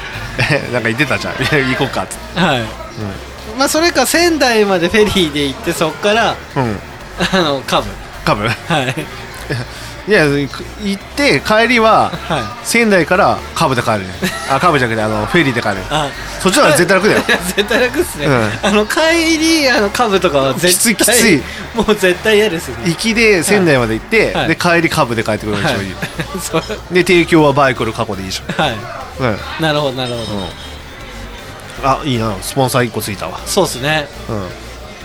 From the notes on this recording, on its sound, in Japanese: 今回は、東海市大田町にある英国パブブービーズにて収録！